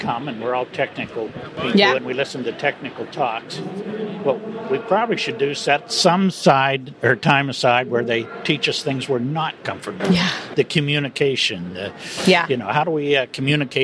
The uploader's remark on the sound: we are back at the Trees & Utilities 2023 Conference